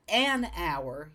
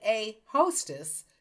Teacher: The an comes before a vowel. If it's like hour, there's an H there, but you're not pronouncing it. · Shown in: first take · So it's a vowel, so it's an hour.